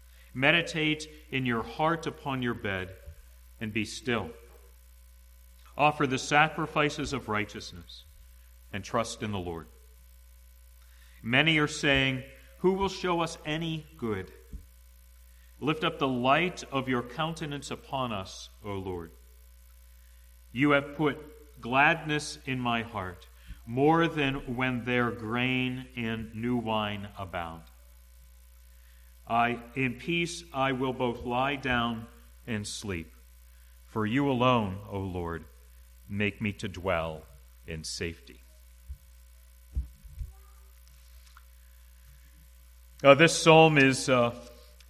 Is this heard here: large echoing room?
yes